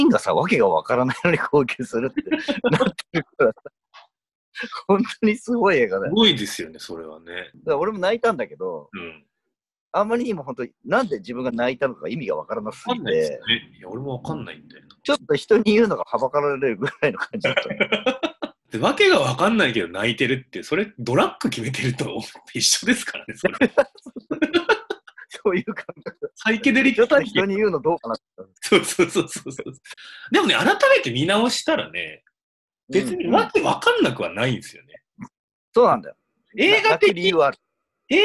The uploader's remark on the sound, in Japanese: Zoomでの遠隔収録ですので、音声途切れがちです。